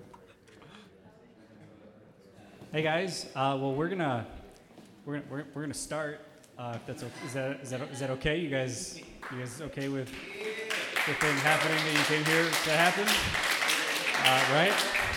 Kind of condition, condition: setting, busy venue